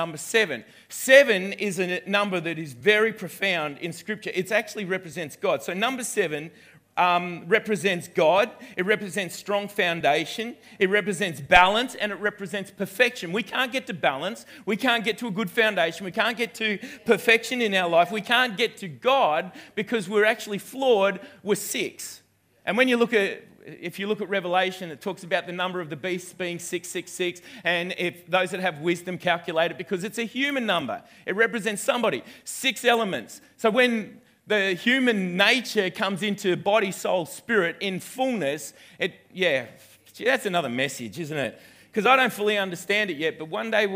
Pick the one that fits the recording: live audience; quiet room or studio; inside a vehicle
live audience